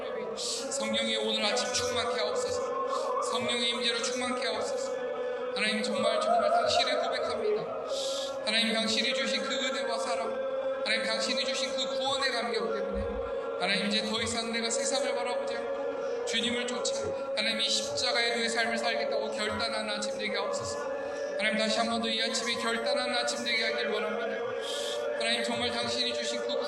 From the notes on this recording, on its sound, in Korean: 기계적 오류 인해, 음질이 떨어집니다.